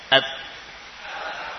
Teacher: kita sukun, namun biarkan lidah tetap melekat pada pangkal gigi seri atas · Term: huruf ta